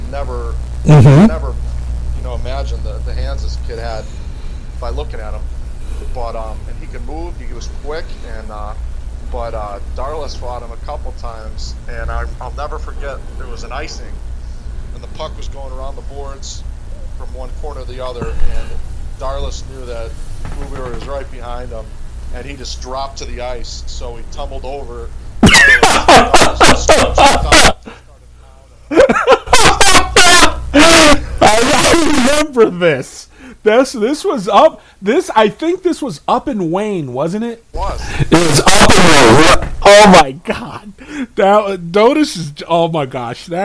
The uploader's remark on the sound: Some audio difficulties